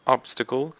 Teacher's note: you have the emphasis on the first syllable